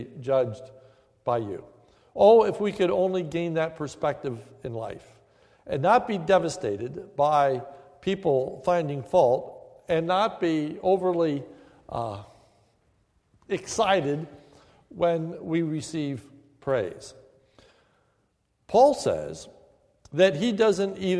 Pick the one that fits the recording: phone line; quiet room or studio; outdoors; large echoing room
large echoing room